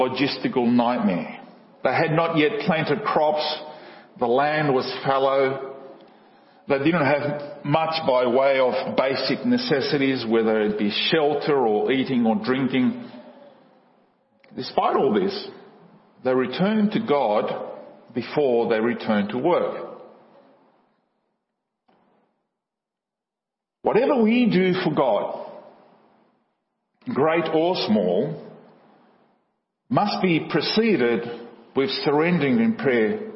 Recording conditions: large echoing room